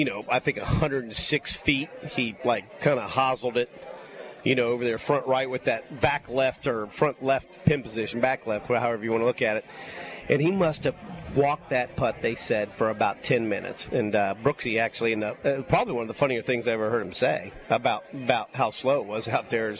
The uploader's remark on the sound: LIVE From Felix's Fish Camp!